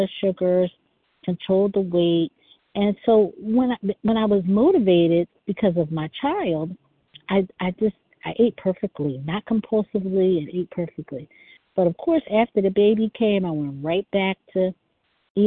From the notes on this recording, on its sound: 100 Pounders Phone Meeting, 8/4/23